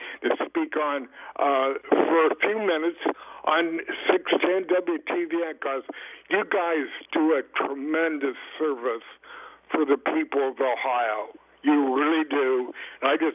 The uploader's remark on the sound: SATURDAY MORNING OPEN PHONES